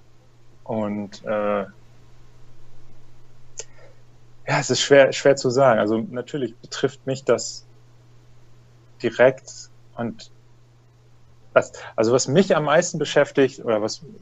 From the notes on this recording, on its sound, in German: Skype-Gespräche - sechs Menschen, sechs Kreuzfahrt-Geschichten in Zeiten der Coronakrise. Es sind ganz persönliche Skype-Interviews.